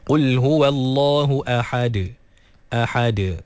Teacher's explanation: Kemudian ahad, sama juga hamzah tu ditahqiqkan. Kemudian ha dikeluarkan daripada kerongkong pertengahan. Dan juga dal diqalqalahkan.